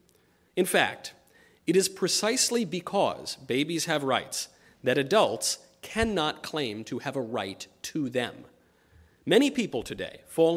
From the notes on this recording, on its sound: LIVE at Clemson University